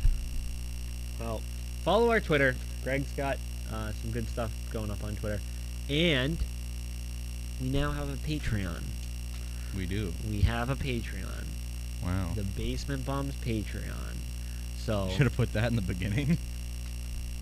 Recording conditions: background noise